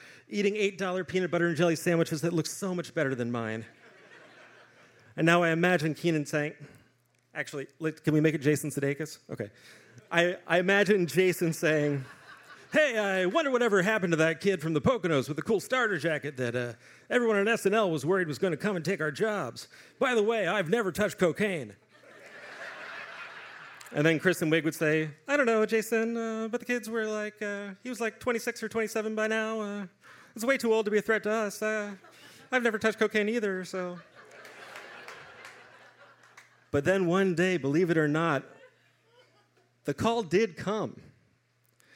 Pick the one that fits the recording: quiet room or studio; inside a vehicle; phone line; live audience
live audience